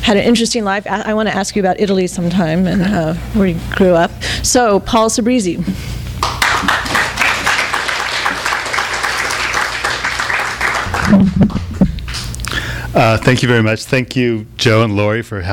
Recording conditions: live audience